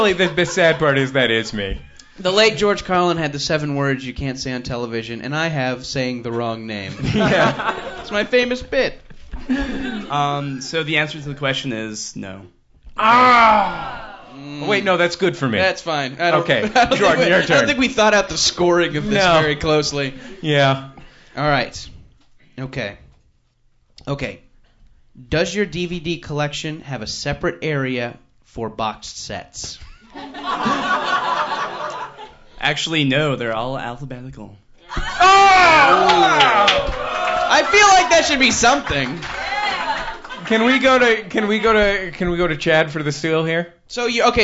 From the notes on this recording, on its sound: This episode was taped before a live audience for the Monsters of Podcasting Tour in San Francisco.